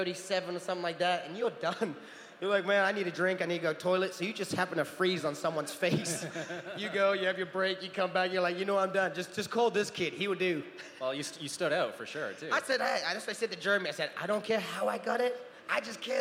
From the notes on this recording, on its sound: At London Comic Con 2018, we had the honour of hosting a Q&A panel